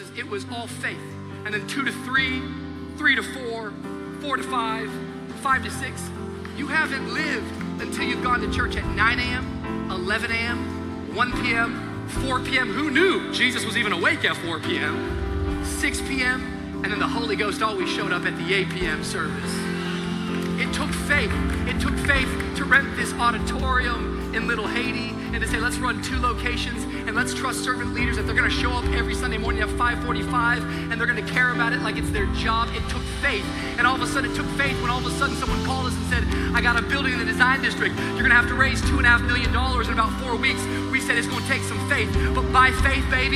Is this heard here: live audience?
yes